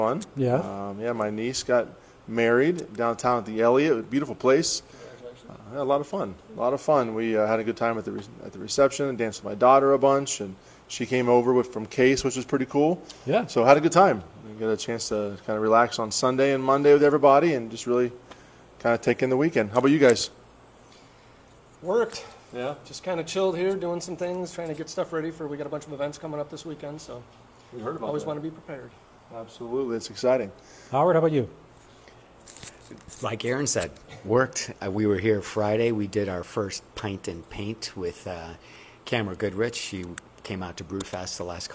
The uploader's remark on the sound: We visit Franklin Brewing Company's new location in Grafton Ohio to sample a flight and explore their eclectic tap room